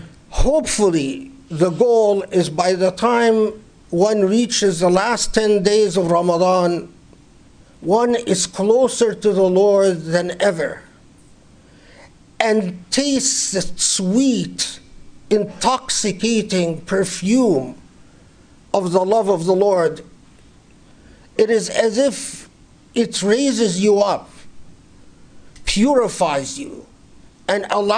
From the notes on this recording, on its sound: Delivered 19 April 2019 at the Islamic Center of Southern California, Los Angeles.